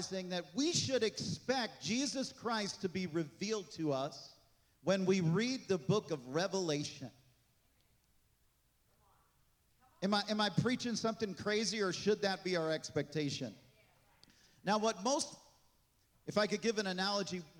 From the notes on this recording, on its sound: This message was recorded on July 16, 2023, at Gateway Church in Richmond, Indiana.